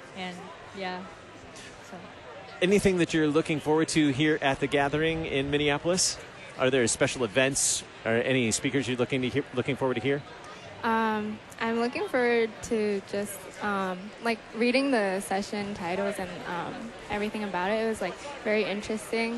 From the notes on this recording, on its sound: Live from the 2019 LCMS National Youth Gathering